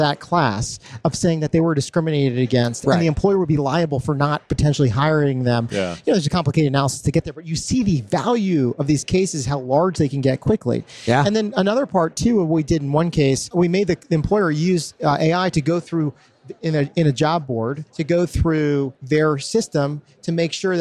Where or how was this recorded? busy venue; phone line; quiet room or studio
busy venue